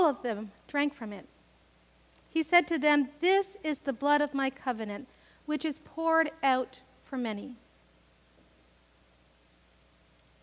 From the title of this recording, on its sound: Live worship service